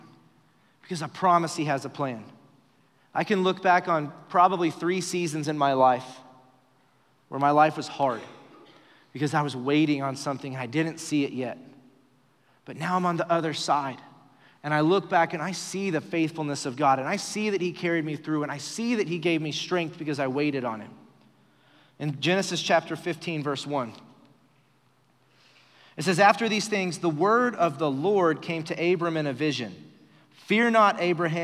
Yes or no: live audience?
yes